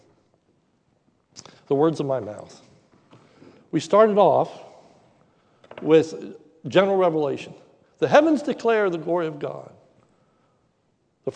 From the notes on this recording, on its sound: sermon recorded live at the Lebanon Bible Fellowship Church in Lebanon, PA on 08/22/2021 during the evening service